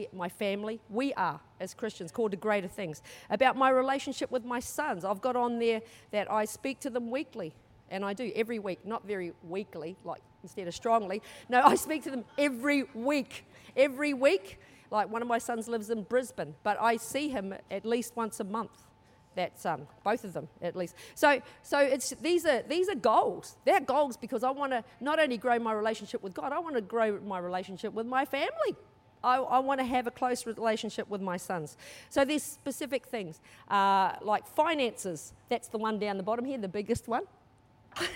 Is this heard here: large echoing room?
yes